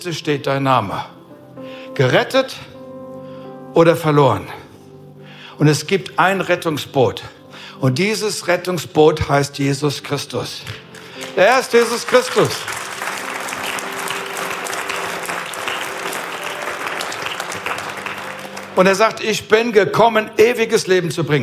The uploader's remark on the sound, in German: aus unserem Vision Sunday Gottesdienst